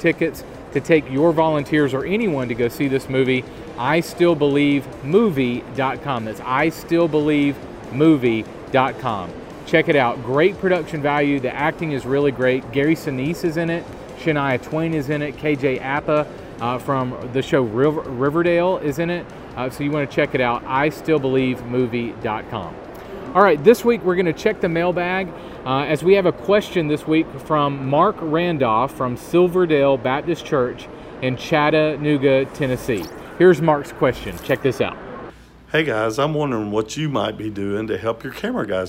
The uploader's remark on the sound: we are recording the show in Nashville, TN at the National Religious Broadcasters Convention